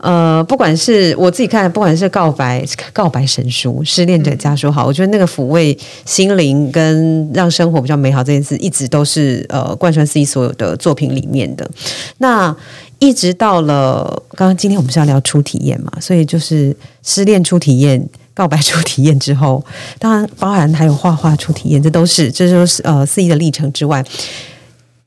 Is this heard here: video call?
no